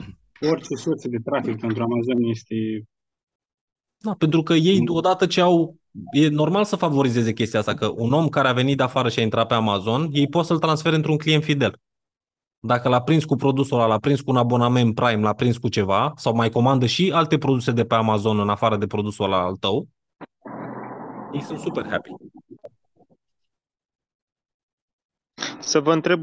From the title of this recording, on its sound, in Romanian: Conferinta Zoom Saptamanala EcomSchool